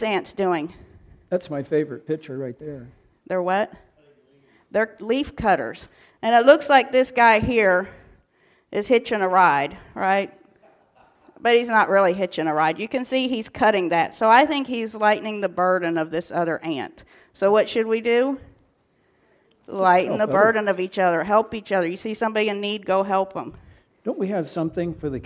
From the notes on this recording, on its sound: recorded on April 15, 2023, at Ringgold Seventh-day Adventist Church